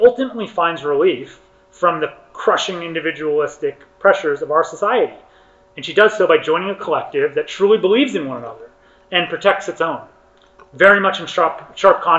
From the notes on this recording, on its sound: session recorded at Socialism 2022